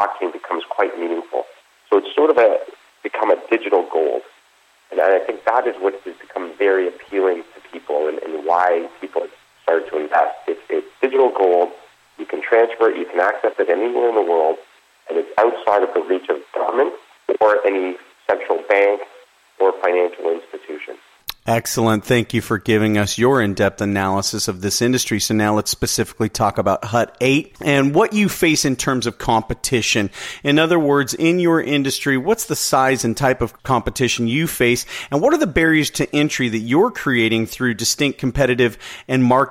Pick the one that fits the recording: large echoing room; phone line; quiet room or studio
phone line